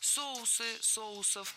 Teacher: В этом слове неподвижное ударение на основе, то есть всегда ударяем первый слог.